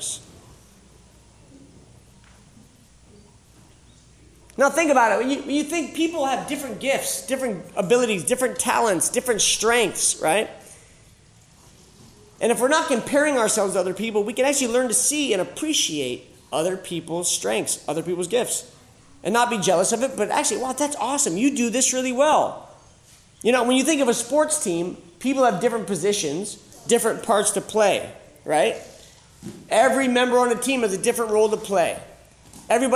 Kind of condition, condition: setting, live audience